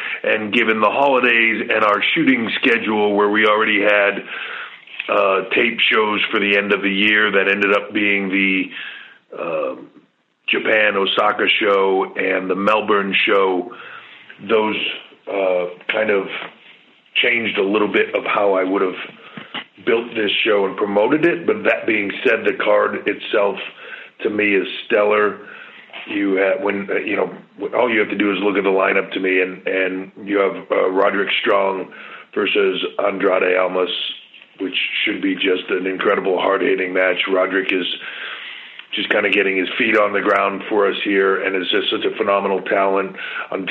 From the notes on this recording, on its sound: customary pre NXT Takeover Conference Call